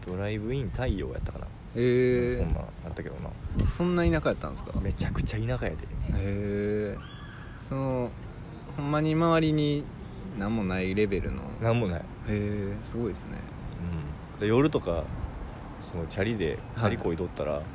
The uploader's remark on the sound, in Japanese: 武庫之荘にあるカリカエ公園の石のベンチで収録しました。